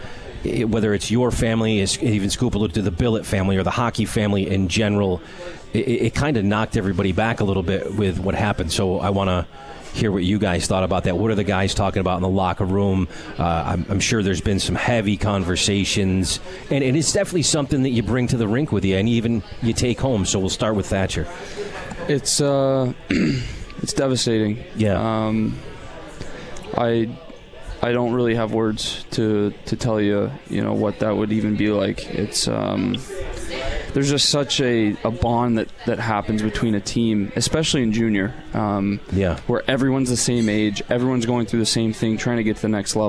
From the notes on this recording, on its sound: Live from Swifty’s for Comets Insider.